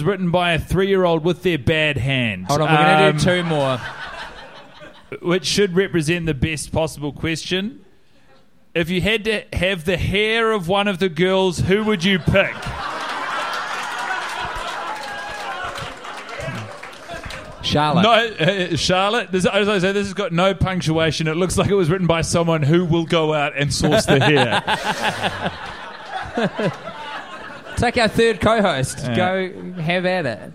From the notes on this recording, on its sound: Live in Chicago. The fellaz have made it to the windy city – Chicago and are performing in front of a live audience who have travelled far and wide to be part of the adventure.